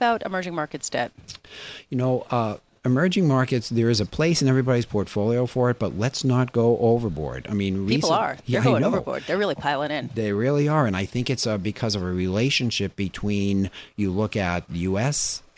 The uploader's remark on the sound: Live from the 2017 Red Hat Summit in Boston